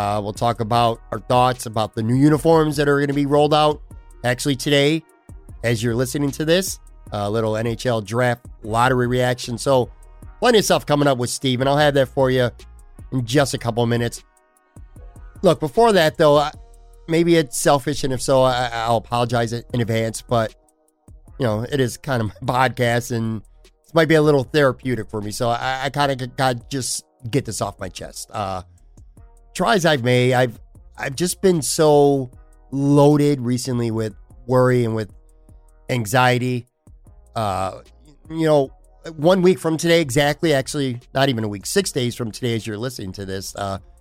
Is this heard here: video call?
no